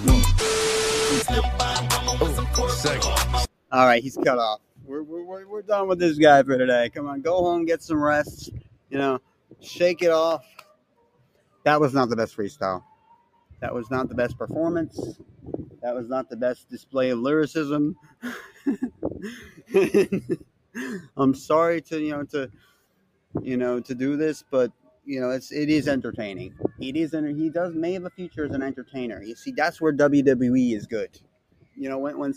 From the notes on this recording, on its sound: Sorry for the sound interference, it's windy out there. Live from the road.